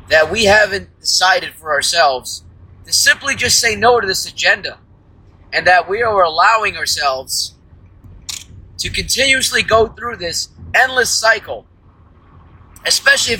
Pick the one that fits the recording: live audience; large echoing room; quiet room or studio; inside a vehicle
inside a vehicle